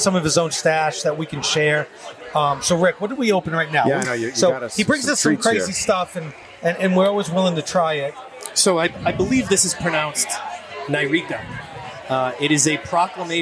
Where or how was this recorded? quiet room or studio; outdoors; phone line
outdoors